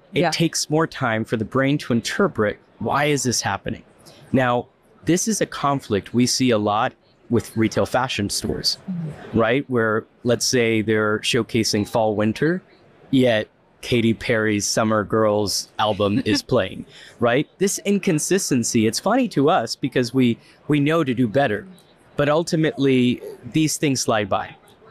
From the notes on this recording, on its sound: Their discussion, taped at RICE 2023